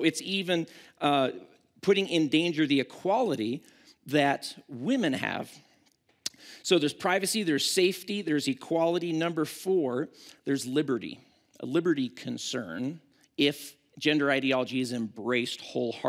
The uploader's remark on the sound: at Timberline Church